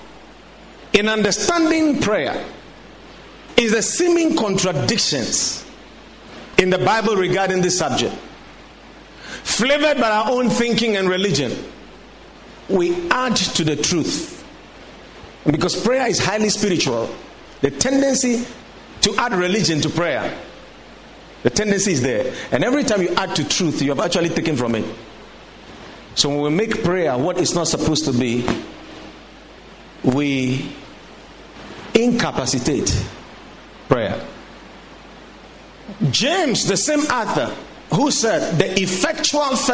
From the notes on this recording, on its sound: Preached at the Watered Garden Church